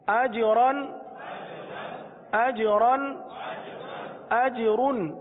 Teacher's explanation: را پر دو زبر کی تنوین ہو یا دو پیش کی تنوین ہو تو را کو پر پڑھتے ہیں